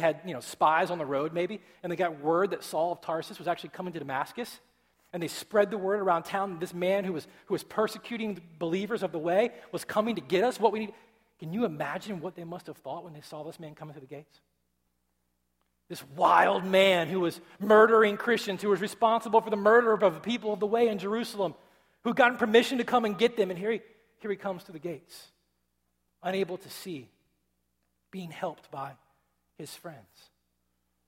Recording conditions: large echoing room